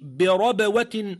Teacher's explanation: فالباء واضحة في الوسط ولكنها مقلقلة